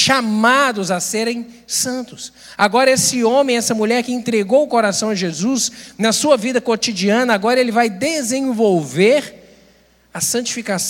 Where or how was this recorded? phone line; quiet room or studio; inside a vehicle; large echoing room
large echoing room